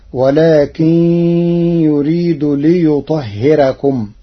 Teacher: قرأ ورش كلمة ليطهركم بترقيق الراء لوقوع كسر قبلها